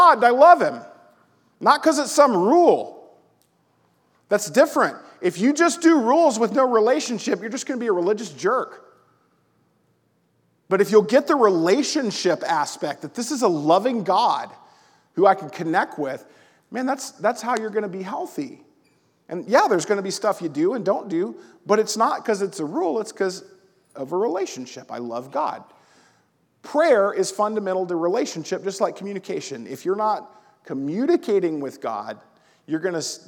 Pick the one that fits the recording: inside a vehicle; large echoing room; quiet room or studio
large echoing room